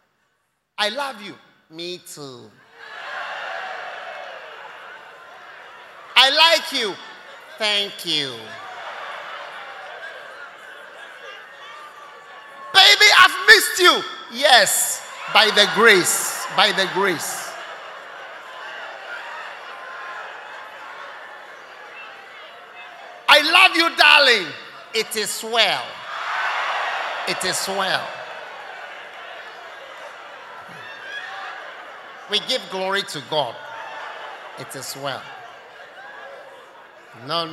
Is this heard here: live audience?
yes